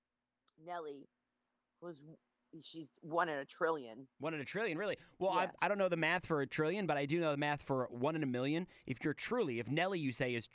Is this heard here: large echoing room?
no